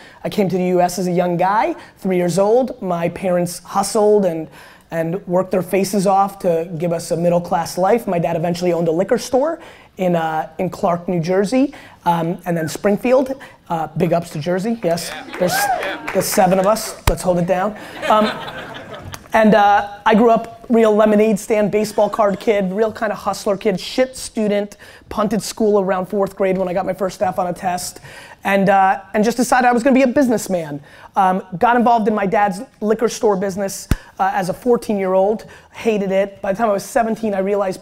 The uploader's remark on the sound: Keynote at SXSW 2016